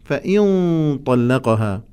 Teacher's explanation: التفخيم وإطباق حرف الطاء مؤثر على الإخفاء أيضا